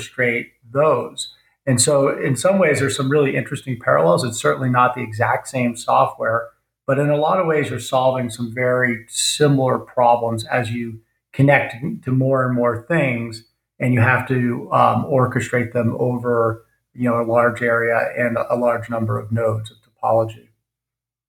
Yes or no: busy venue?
no